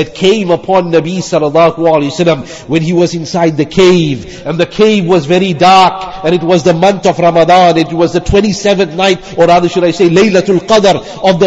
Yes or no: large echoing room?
yes